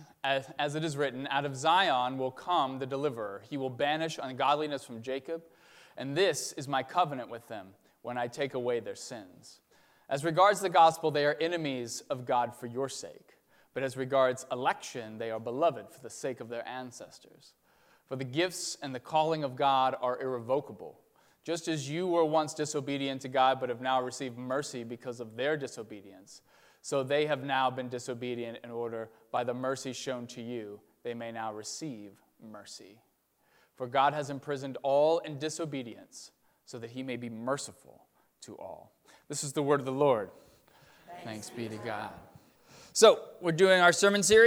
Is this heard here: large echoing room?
yes